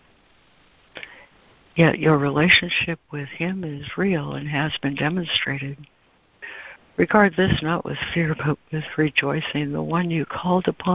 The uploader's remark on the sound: ACIM Daily Conference Call